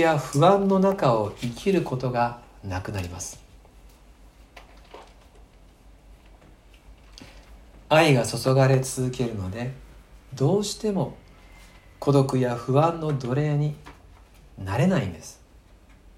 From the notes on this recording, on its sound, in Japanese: 吉備教会礼拝メッセージ録音です。